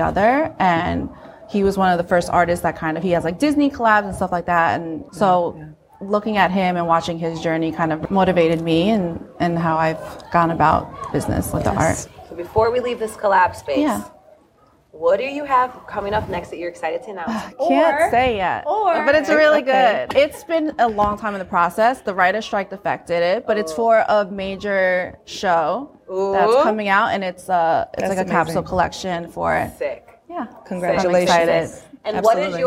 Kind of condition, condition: setting, busy venue